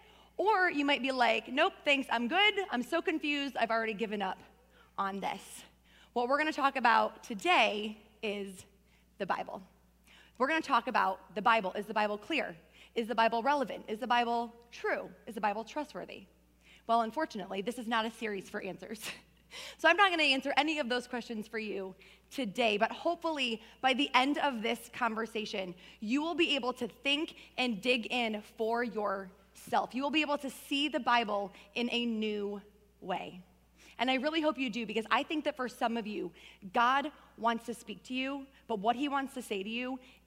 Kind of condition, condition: setting, large echoing room